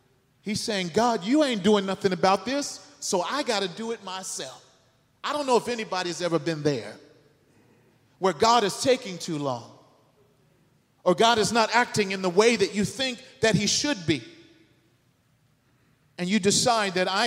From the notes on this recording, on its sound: The sermon was delivered on September 17th 2023 at New City Fellowship West End. Louis, MO.